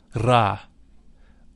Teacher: The Ra is a deep sound. It should be vocalized with a rolling R